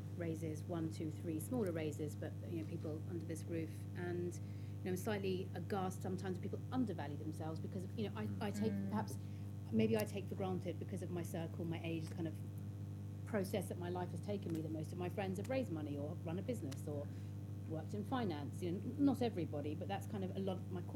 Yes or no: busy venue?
yes